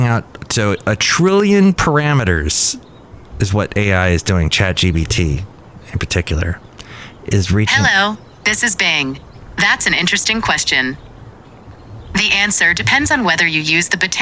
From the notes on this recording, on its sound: podcasts live from Café Anyway